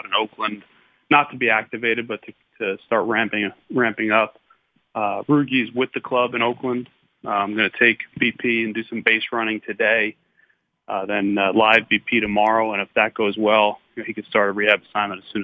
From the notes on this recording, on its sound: called in to the Ben and Skin show